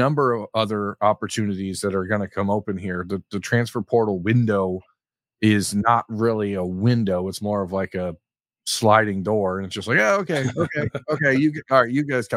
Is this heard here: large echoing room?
no